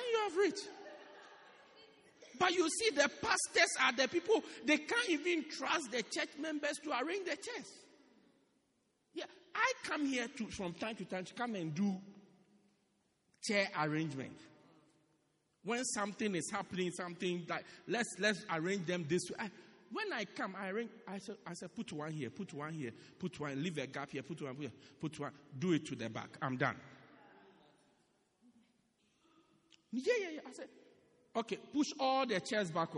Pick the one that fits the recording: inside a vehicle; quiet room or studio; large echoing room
large echoing room